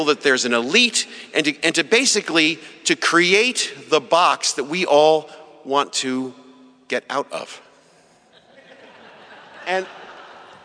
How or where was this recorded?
live audience